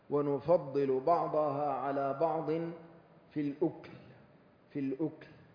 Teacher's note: نافع وابن كثير يقرآن هذه الكلمة بإسكان الكاف. والأكل لغتان فصيحتان وقراءتان صحيحتان.